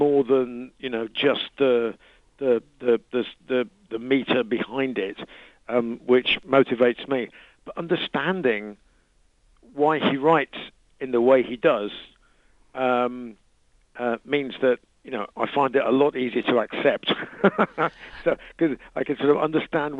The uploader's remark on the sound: lead singer called